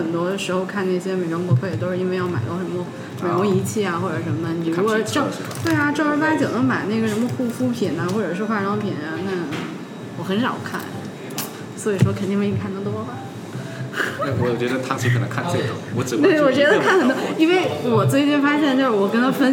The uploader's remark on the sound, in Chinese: 在咖啡馆里录科技灌水播客。本期节目是我和两位朋友在咖啡馆喝咖啡的时候临时起意录的，100% 灌水无添加，非常符合本播客的宗旨。